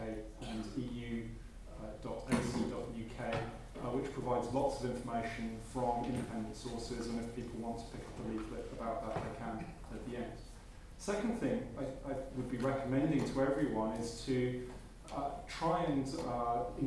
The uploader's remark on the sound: Audio recording of the EU referendum question time event, held at University of Surrey, hosted by the Centre for Research on the European Matrix (CRonEM).